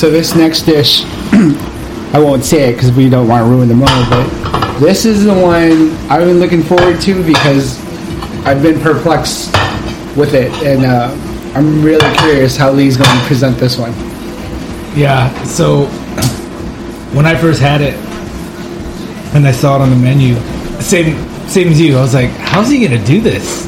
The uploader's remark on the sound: This is brought live and direct from the Chef's table. You will have to forgive the background sounds. Which catches some distortions from the back up mic.